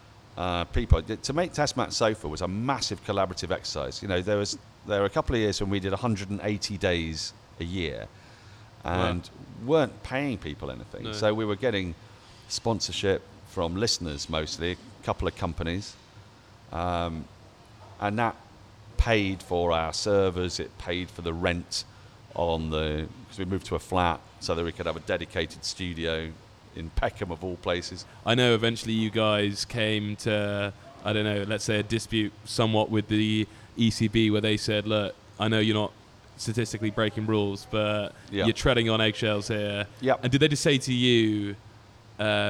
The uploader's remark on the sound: Recorded live from The Wheatsheaf Pub - Tooting.